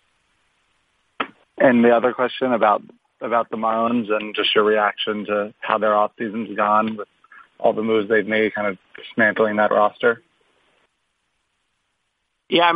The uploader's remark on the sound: Sunday Night Baseball Conference Call